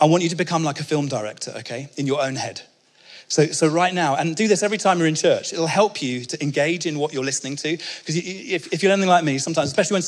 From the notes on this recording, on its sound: speaking at our 2022 Onelife Conference